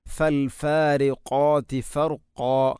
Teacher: ഖാഫ് ഉച്ചരിക്കുമ്പോൾ തൊണ്ടയുടെ ഏറ്റവും മുകൾ ഭാഗം കഴിഞ്ഞ് ചെറുനാക്കിൻ്റെ അടുത്താണ്, അതിൻ്റെ മഖ്റജ് ഫൽഫാരിഖാതി ഫർഖാ എന്ന് തന്നെ പറയുക.